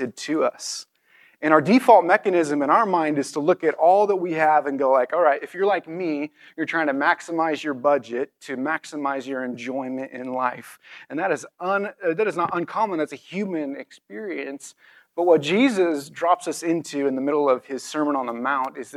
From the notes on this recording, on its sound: This message was recorded on April 23, 2023, at View Ridge Middle School in Ridgefield, Wa.